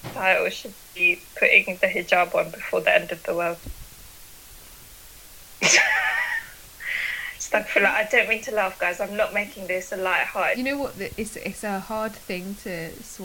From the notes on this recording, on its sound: We apologise for the sound quality in this one